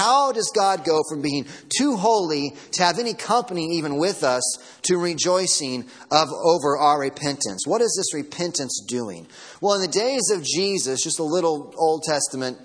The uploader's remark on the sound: Sermon audio from Sunday morning.